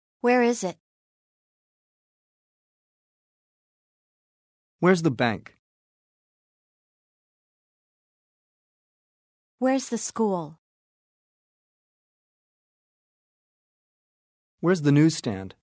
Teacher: Falling intonation for questions with where.